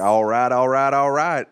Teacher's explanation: add a little rasp to McConaughey and you've got him